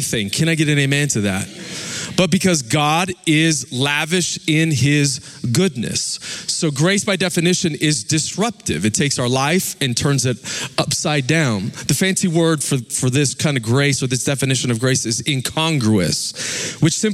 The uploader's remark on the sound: Recorded live at Capital Church, Meridian, Idaho